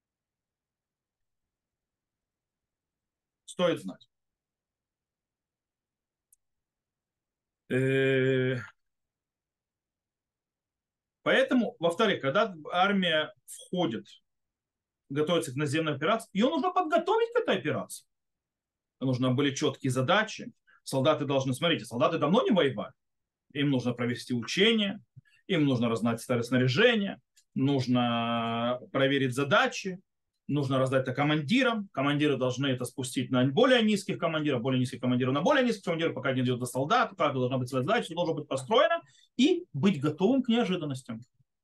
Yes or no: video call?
yes